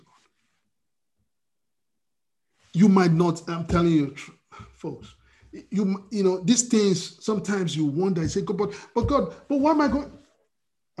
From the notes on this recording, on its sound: We are on Zoom now. Starting Today, Princeton FTLW Church will be having our Sunday services on Zoom.